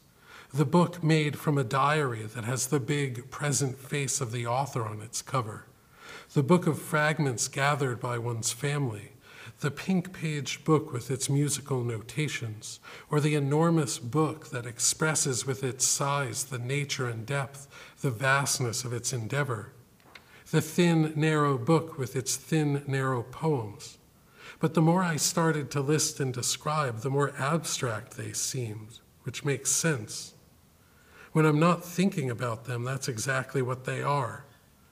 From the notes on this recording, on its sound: This lecture was given October 16, 2014, at Harvard University’s Woodberry Poetry Room. Thank you to the Woodberry Poetry Room for partnering with the Series for this event.